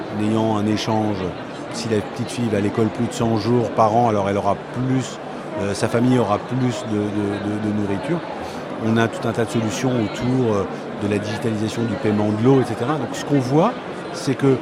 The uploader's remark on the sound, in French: en direct de Viva Tech